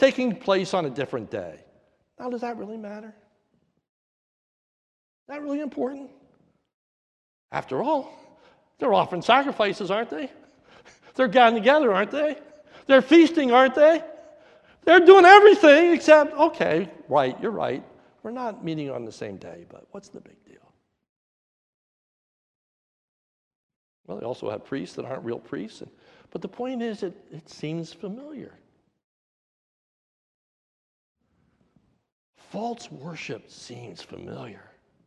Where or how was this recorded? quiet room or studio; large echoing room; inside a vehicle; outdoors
large echoing room